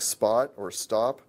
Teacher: if there was an S preceding one of these consonants, so in a word like spot or stop, then the aspiration is much shorter